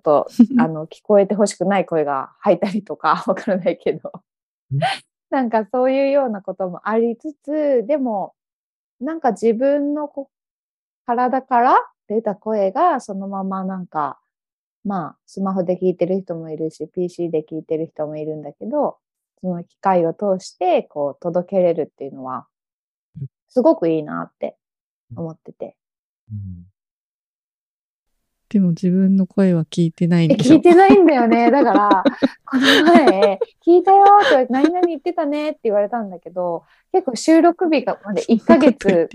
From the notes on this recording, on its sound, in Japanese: zoomと、手元の機材で録音したものを編集